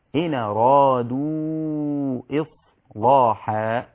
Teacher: إن أرادوا، هذه حركة الهمزة مفتوحة أرادوا، فتنقلها إلى الساكن قبلها اللي هي نون السكنة، فتصير إن أرادوا إصلاحا، واللام بعد الصاد مغلظة